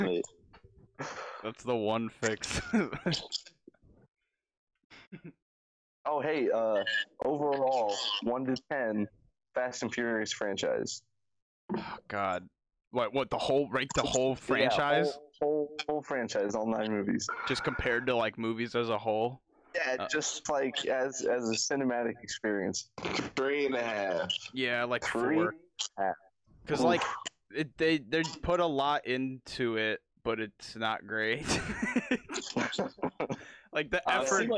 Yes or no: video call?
yes